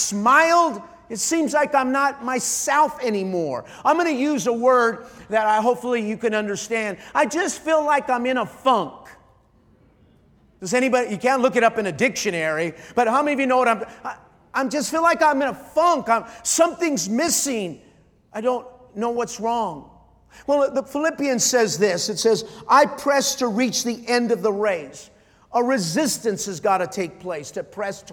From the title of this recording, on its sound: Night 4 | Life Church Conference